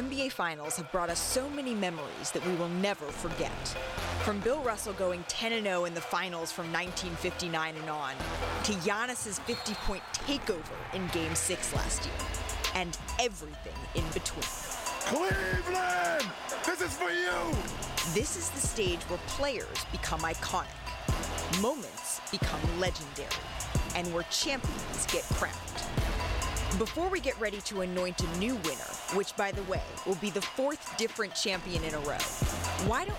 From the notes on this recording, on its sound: we're live at Finals Media Day!